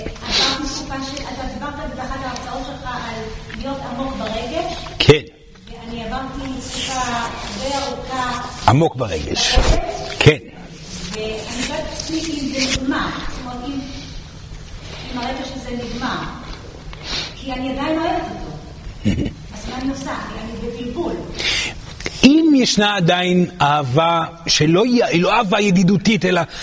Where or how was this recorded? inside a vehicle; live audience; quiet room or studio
live audience